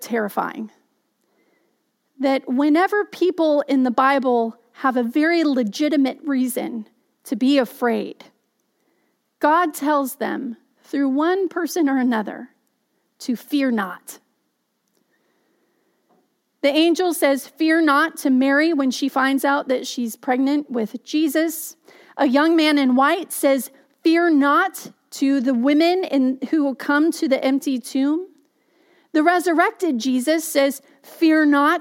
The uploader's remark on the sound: Message delivered during the Contemporary Worship Live Stream. Message delivered during the Contemporary Worship Live Stream.